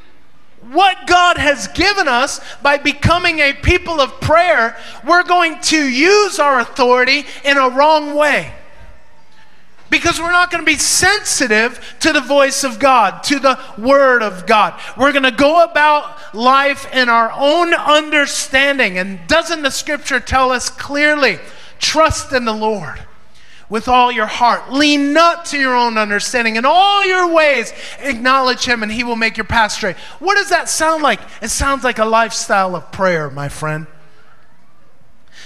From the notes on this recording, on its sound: Recorded during Maranatha Family Church's (Davao) Sunday Service at FIRE School of Ministry Philippines.